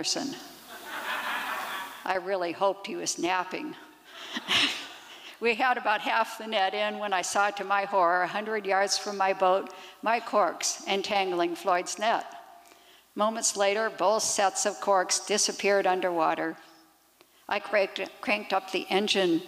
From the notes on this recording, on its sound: 2023 FPG-Liberty Theatre-Saturday Night-Second Set. These performances were recorded at the Liberty Theatre on Saturday, February 25th, 2023.